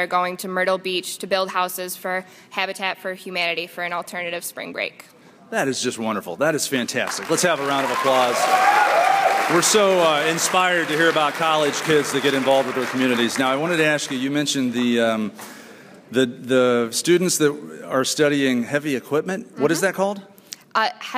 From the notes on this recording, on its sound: We begin with a live audience at Alfred State College.